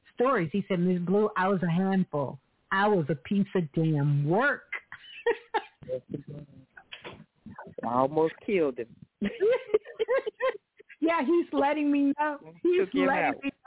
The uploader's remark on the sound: Live Call In Show.